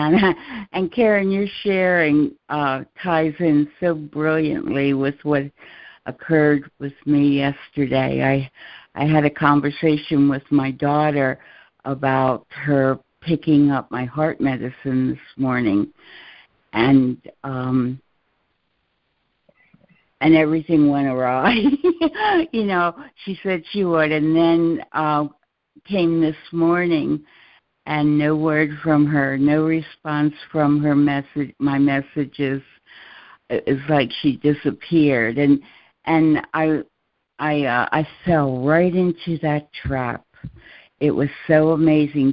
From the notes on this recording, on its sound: ACIM Daily Conference Call.